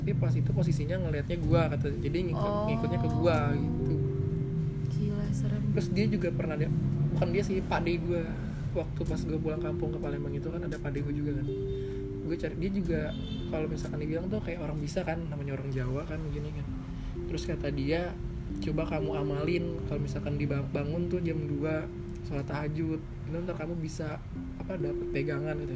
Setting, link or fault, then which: fault, sounds in the background